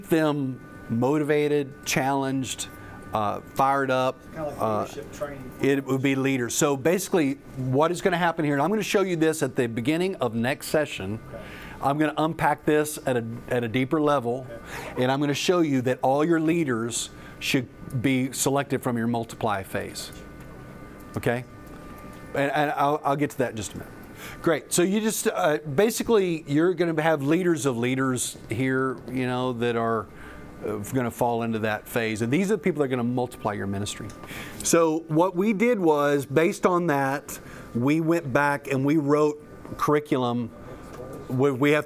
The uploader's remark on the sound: The following audio comes from the National Disciple Making Forum by Discipleship.org . An organization called discipleFIRST hosted a track called "Developing a Disciple Making Culture."